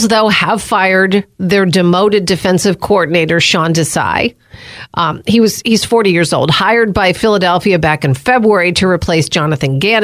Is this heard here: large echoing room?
no